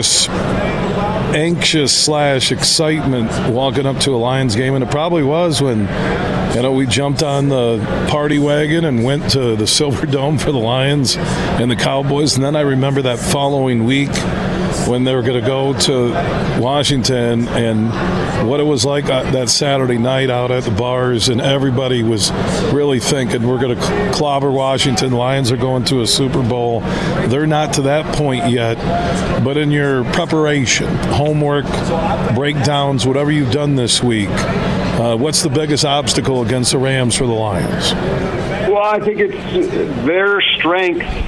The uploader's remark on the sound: Today we're broadcasting live from the Ultimate Fishing Show Detroit.